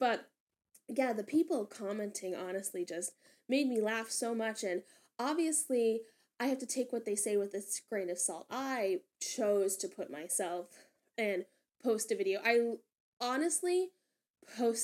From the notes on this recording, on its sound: I still don't know how to mix audio properly so adjust accordingly lol.